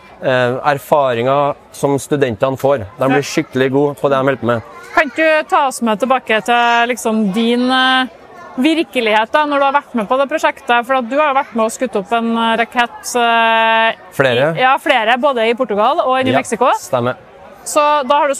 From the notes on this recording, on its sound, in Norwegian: Trondheim Tech Ports InnovasjonsPodcast ble spilt inn under årets Trondheim Skaperfest , midt på torvet i teknologihovedstaden Trondheim. Podcasten er gjort mulig i samarbeid med Nomono , som lånte oss sitt bærbare podcast-studio, fylt med splitter ny lydteknologi fra SINTEF .